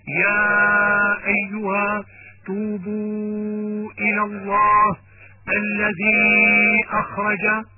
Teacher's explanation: مد جائز منفصل، حيث يكون حرف المد في آخر كلمة والهمزة في أول كلمة ثانية